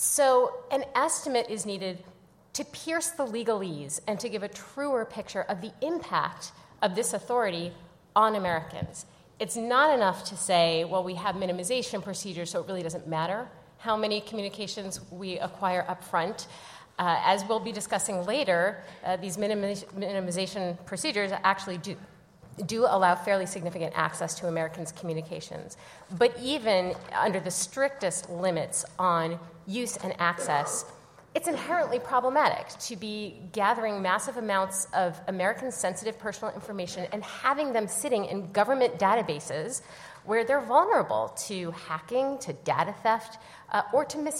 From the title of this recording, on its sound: LIVE from the Annual Conference